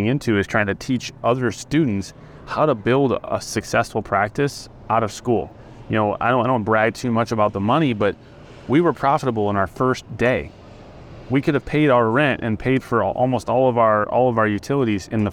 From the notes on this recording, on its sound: We chose to chat over a nice cup of iced coffee outside one of our local coffee shops on this warm Spring afternoon. With birds chirping, engines roaring, and people socializing around us.